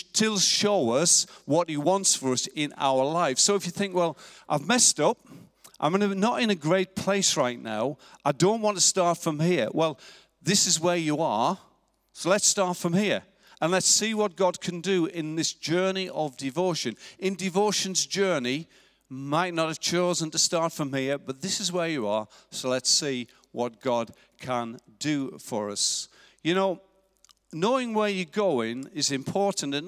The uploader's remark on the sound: Recorded live at Life Church on Sunday 20th October 2019.